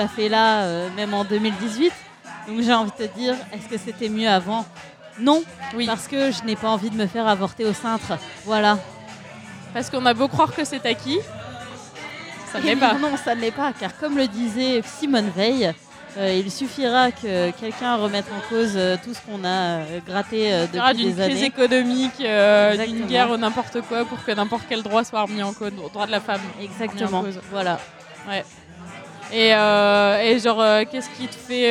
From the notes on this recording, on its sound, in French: Merci également au bar Dans la foulée (Paris 20) de nous avoir permis d'enregistrer chez eux ! Merci également au bar Dans la foulée (Paris 20) de nous avoir permis d'enregistrer chez eux !